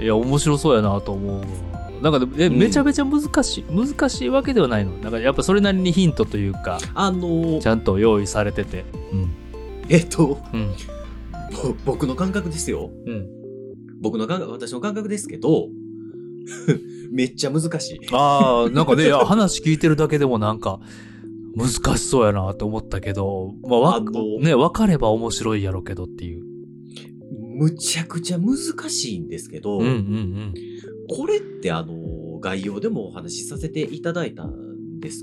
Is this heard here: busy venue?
no